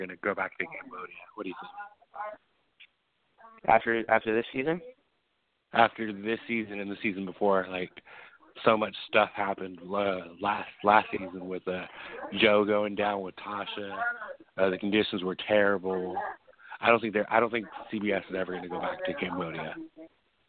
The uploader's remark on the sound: Taking phone calls.